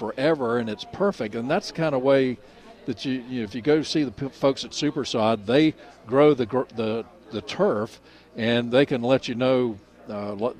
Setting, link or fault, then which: setting, busy venue